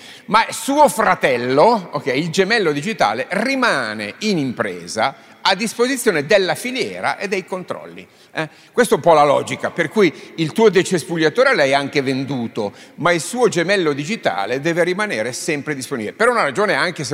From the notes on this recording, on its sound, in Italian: Un Don Chisciotte live registrato a Pavia in occasione di "Pavia Capitale della cultura d'impresa" davanti ad una platea di imprenditori di PMI.